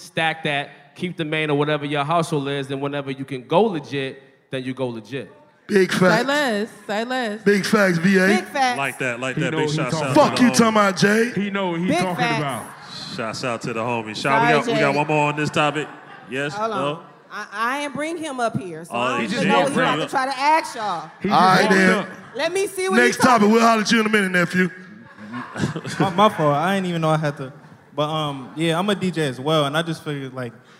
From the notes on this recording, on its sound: the posse warms the crowd up